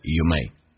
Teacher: You may 不被强调用降调读变成 youmay